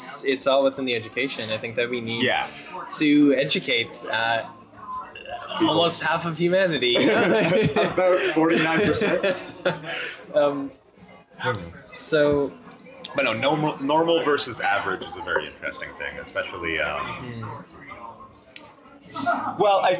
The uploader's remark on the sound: Have a drink in a pub. In and around Toronto.